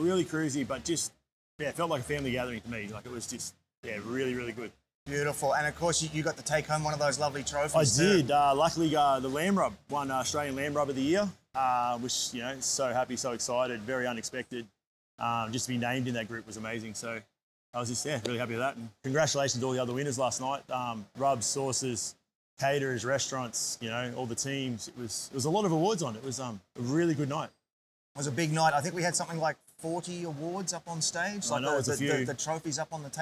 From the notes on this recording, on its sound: LIVE at Meatstock Toowoomba. Live country music on stage from 2pm til late every day. I grab my camera and mics.